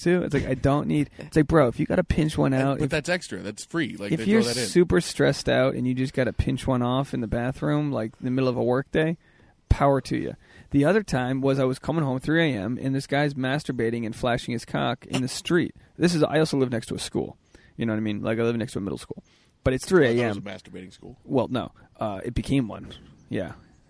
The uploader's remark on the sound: This episode was recorded LIVE from a yard sale.